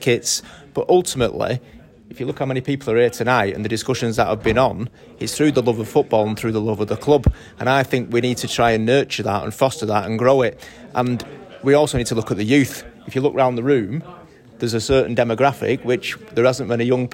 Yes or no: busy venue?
yes